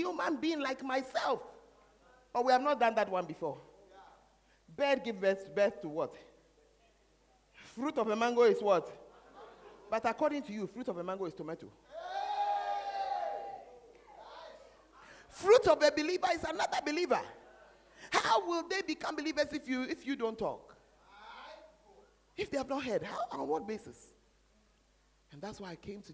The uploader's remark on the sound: Preached At The Fountain Of Life Cathedral